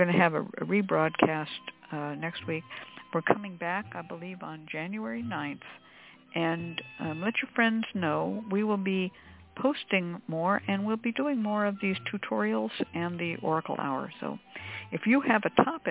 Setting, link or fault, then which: link, phone line